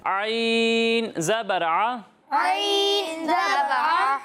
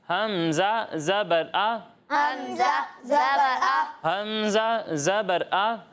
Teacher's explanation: عین کو عین کے مخرج سے ہی ادا کریں گے، حمزہ کے تلفظ سے اسے نہیں پڑھیں گے · Shown in: first take